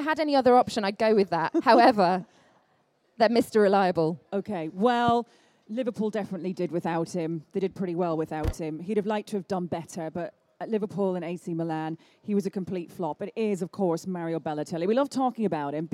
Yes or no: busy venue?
yes